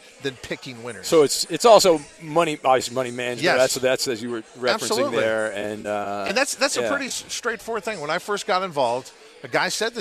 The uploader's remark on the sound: Are "live" from the Breeder's Cup! Fun Friday at the Race Track!